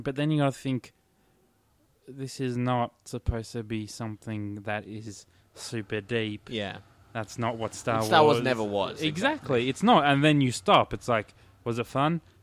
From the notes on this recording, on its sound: Recorded live at the Brunswick Street Bookstore